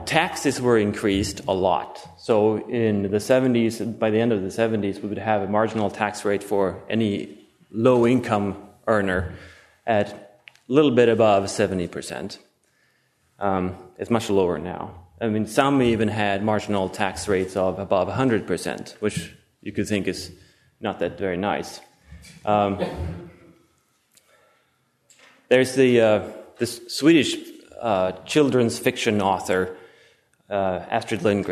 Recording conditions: large echoing room